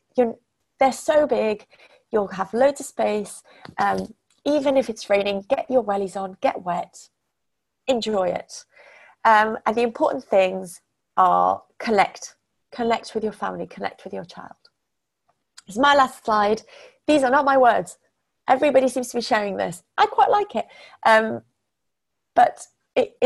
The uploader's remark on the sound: We are sharing the audio from our recent webinar.